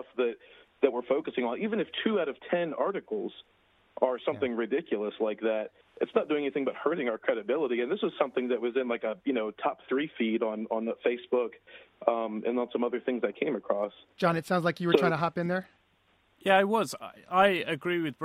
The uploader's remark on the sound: we invite listeners from all over to call